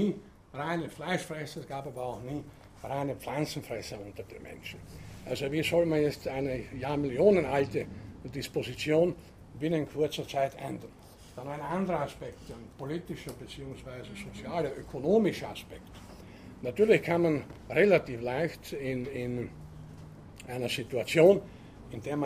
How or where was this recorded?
large echoing room